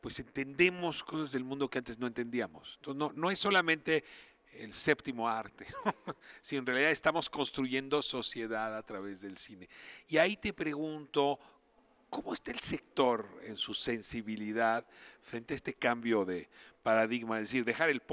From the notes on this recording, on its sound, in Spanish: nos vamos al Cine Lido en la Condesa, donde está por empezar el festival ReelAbilities México